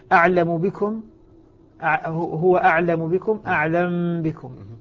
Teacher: نعم هنا قضية الميم من قبل الباء، تسكن الميم ثم بعد ذلك تخفى في الباء، تخفى فيها، أعلم بكم، هو أعلم بكم، أعلم بكم، على إثر تحريك فتخفى.